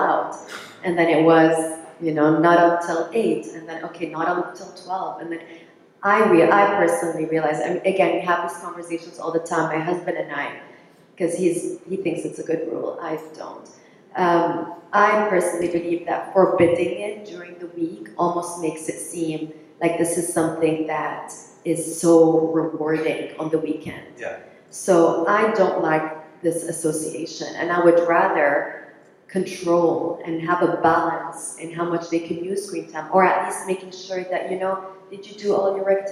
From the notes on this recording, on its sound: Our conversation took place on stage at the Caring for Each Other event which was partnership between Viatris and Sesame Workshop – the makers of Sesame Street.